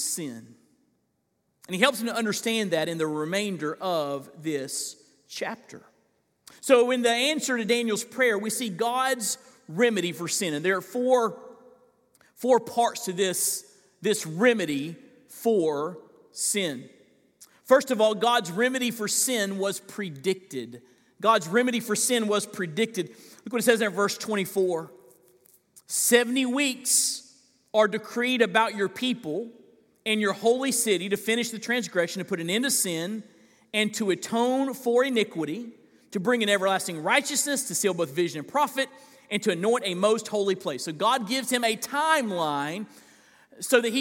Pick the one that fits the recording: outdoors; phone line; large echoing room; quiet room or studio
large echoing room